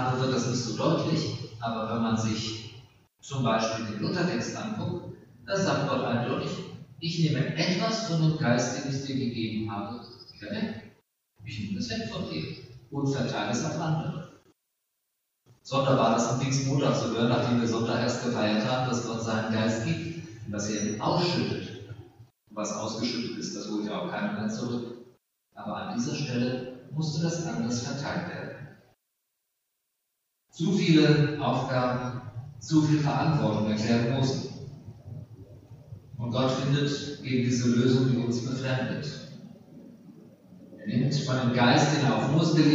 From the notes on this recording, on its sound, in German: Aufgezeichnet im Gottesdienst zum Pfingstmontag Ev. Melanchthongemeinde Griesheim.